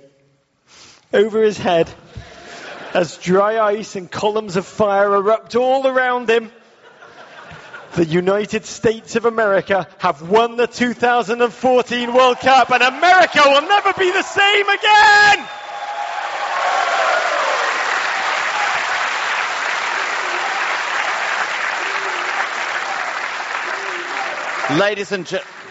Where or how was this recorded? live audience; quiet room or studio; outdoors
live audience